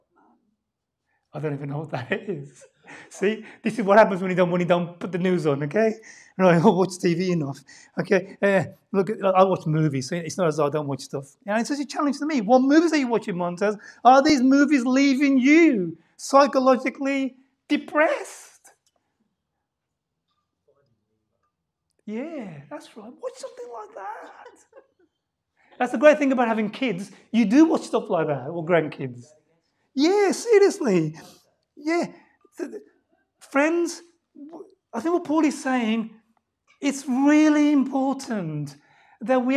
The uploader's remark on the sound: LIVE STREAM Service. By Living Word Bible Church.